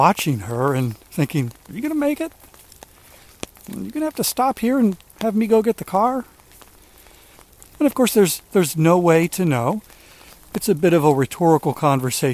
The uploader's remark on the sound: During today's rainy walk